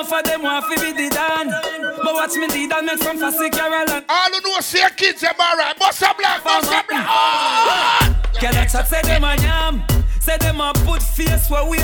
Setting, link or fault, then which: setting, busy venue